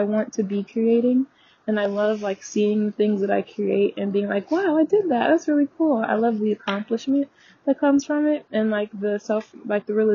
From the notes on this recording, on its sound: The audio in this episode may be a bit muffled as I was on a walk and had forgot that I still had my headphone connected.